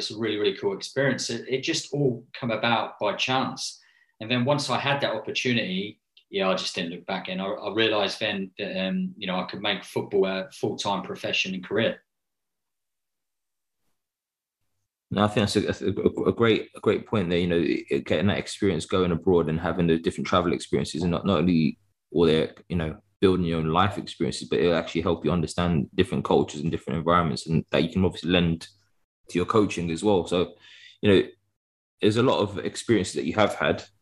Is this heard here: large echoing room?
no